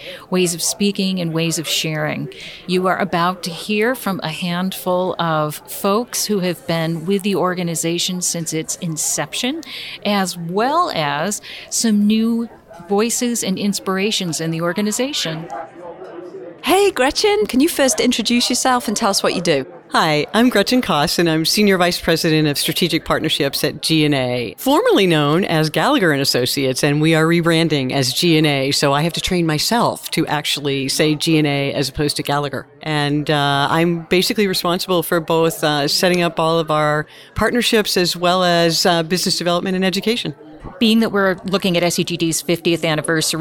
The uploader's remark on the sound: Live from the 2023 SEGD Conference. Live from SEGD’s 50th Anniversary Conference in Washington, DC.